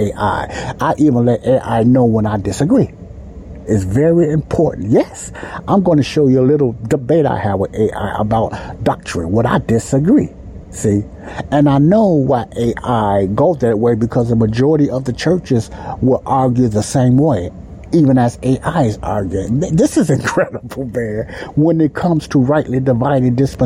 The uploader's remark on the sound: the Sound in this podcast may sound a little muzzled like some of my others I apologize for that but the area I was recording has a loud heater sound in it